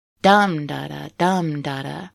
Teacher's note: the dactyl meter, which is a stressed syllable followed by two unstressed ones, dum-da-da, dum-da-da.